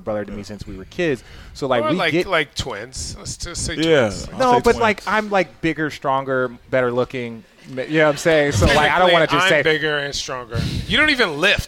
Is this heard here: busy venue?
yes